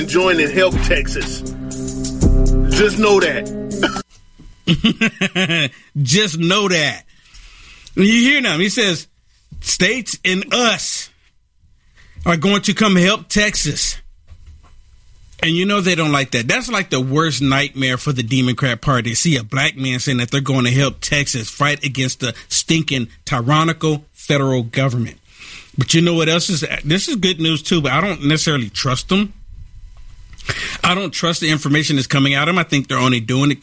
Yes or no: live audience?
no